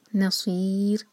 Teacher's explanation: را ساکن پر رکیں گے تو را ساکن باریک ہوگا